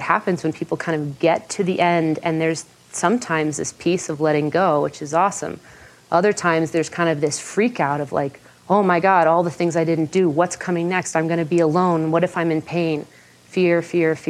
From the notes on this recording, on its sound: In this talk from the 2014 Buddhist Geeks Conference.